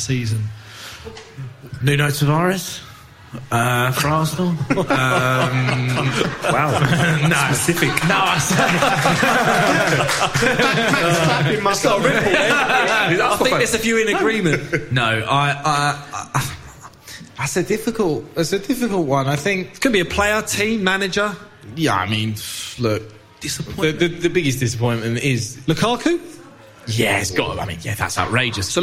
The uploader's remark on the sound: Live Show. They test their knowledge with a pub quiz, FaceTime some of their famous friends and answer questions from the audience in this end of season All To Play For extravaganza.